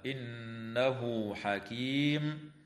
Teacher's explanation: قوله تعالى: إنه حكيم عليم، نون مشددة في كلمة إنه حكمها الغنة، ويراعى وصل هاء الضمير في قوله تعالى: إنه حكيم بواو تمد بمقدار حركتين